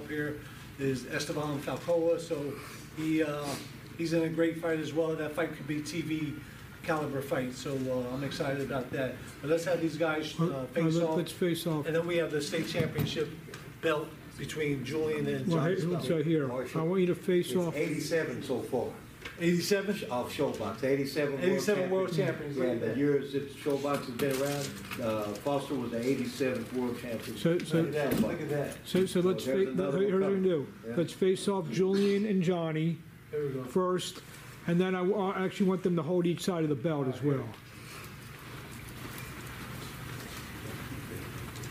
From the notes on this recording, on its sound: Press Conference for the August 4th SHOBOX: THE NEW GENERATION CARD at The Wind Creek Event Center